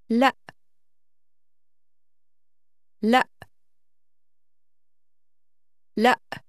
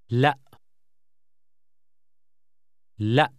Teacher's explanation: The abrupt stop at the end of the word is a glottal stop